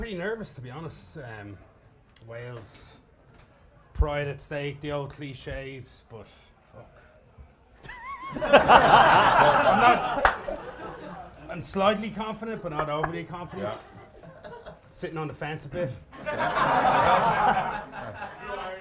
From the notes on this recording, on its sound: Our first ever live show at The Cabbage Patch in Twickenham. In front of a packed house on Friday evening before the Wales v Ireland game.